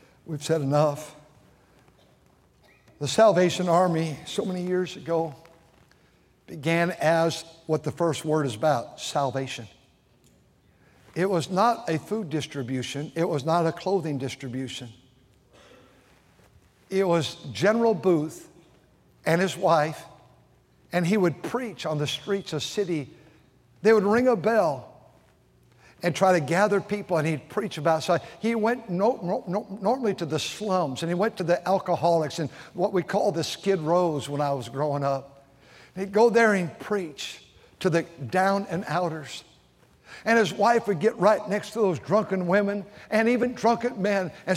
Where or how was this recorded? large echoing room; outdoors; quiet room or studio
large echoing room